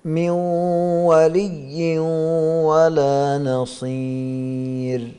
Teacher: النون فيها غنة والواو ليس فيها غنة، فهذه الغنة من أين جاءت؟ من النون 100%. ولذلك بما أنه بقي شيء من الصفة إذن هو إضغام ناقص.